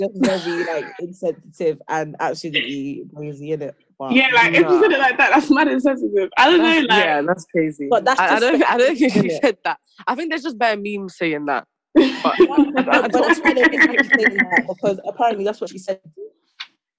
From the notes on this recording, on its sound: Firstly, we’d like to apologise for the quality, the call was done over zoom due to our very busy lives.